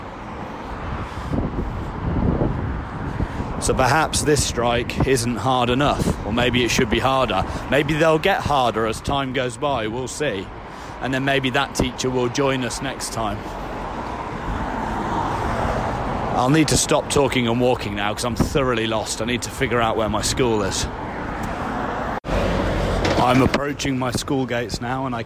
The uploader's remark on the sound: Recorded during strike action. Walking and talking. Picketing.